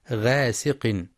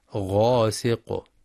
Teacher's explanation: مع الحذر من ترقيق الغين في غاسق، لأنها من حروف الاستعلاء · Shown in: second take · ومن شر غاسق إذا وقب، فلا يقرأ غاسق بالترقيق وإنما غاسق.